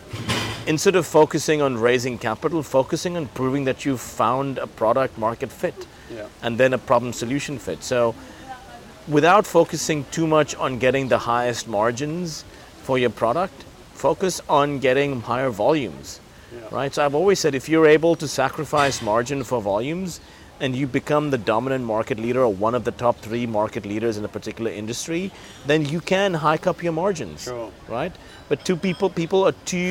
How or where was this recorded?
busy venue